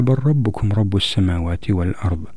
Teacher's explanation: حيث أن اللام والراء متقاربين في المخرج فتدغم اللام في الراء. طبعا لا توجد غنة أساسا في هذا الإدغام لأن اللام لم تكن صفتها الغنة. · Term: إدغام المتقاربين